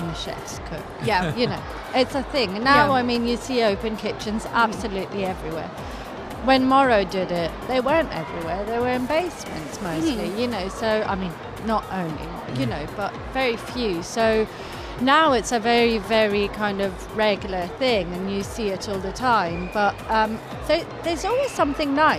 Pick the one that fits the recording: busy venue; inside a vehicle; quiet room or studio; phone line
busy venue